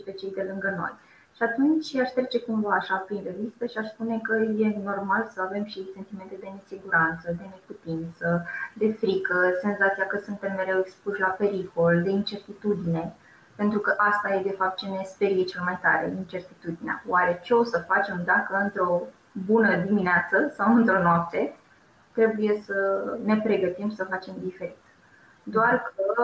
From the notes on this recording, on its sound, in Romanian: Acesta este un episod special de podcast: este înregistrarea webinarului